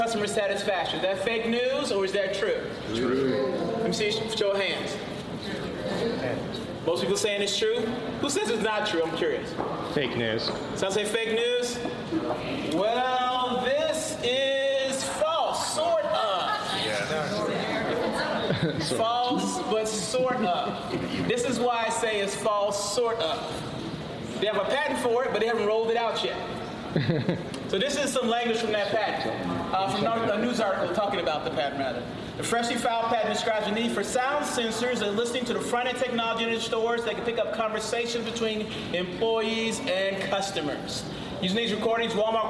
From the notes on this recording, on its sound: This podcast, for the most part, was recorded live at the Hacking HR forum in Atlanta.